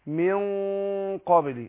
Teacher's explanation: ايه هو من حروف الاخفاء وفي نفس الوقت حرف ايه مستعلي حرف مفخم فانا بفخم الغنة بتاعت النون